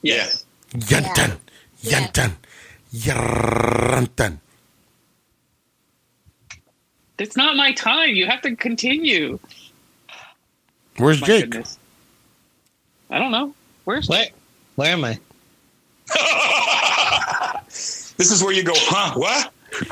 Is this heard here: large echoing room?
no